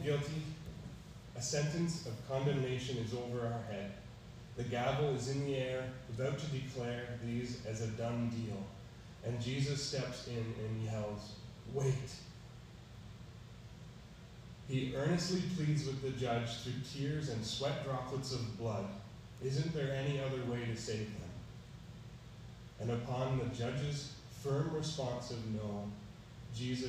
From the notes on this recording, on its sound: Preached on March 13, 2022 at EBC